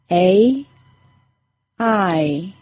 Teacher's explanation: A two-sound vowel includes a Y sound or a W sound in its pronunciation. The long A sound and long I sound both end in a very slight Y sound. I hope you remember that long vowels sound like their letter name, so the long A sounds like A, and the long I sounds like I. · Term: two sound vowels